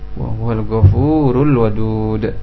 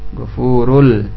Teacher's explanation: Lam sukun dibaca jelas karena setelahnya huruf waw. Dan waw termasuk huruf qamariyah.